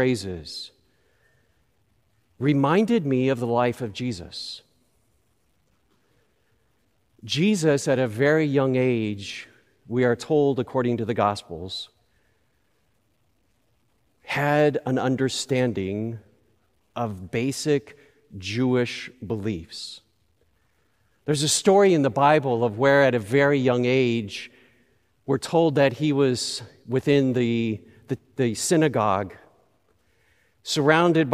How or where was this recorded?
large echoing room